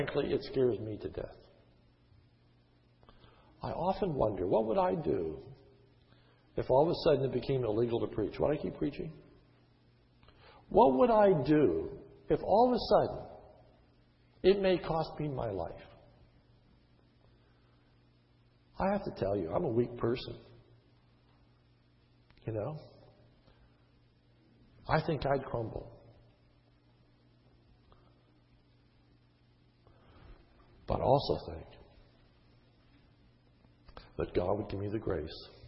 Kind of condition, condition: setting, large echoing room